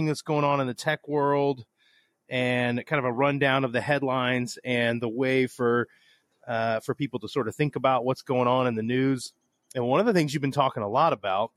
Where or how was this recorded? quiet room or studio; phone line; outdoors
outdoors